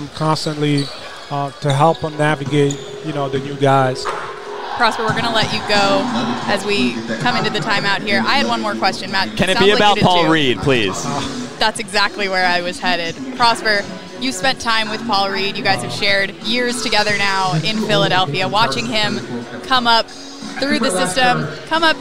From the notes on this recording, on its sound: live from NBA 2K24 Summer League 2023 in Las Vegas